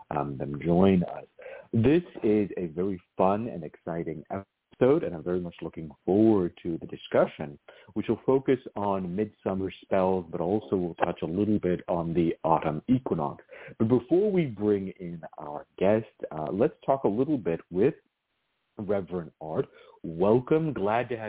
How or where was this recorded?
phone line